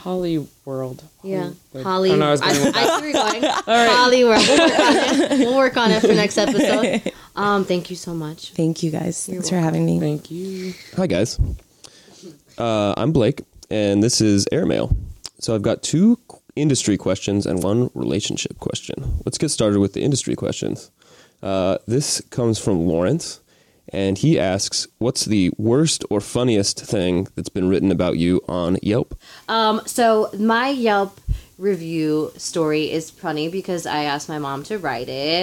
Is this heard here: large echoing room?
no